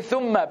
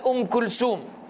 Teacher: The tha is often pronounced seen. · Shown in: second take